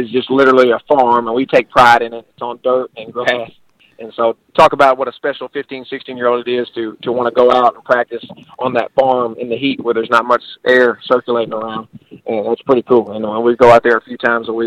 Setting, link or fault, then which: link, phone line